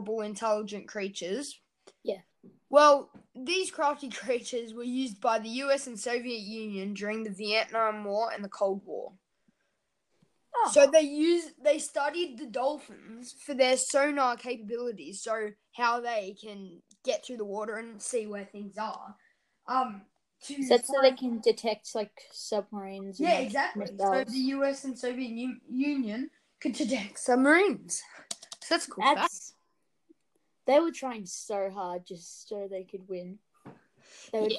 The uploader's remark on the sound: if this episode sounds a bit weird it is because of internet issues